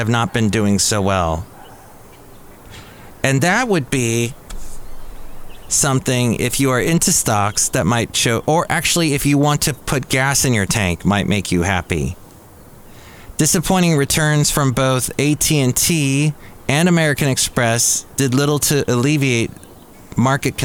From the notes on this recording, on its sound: podcasts live from Café Anyway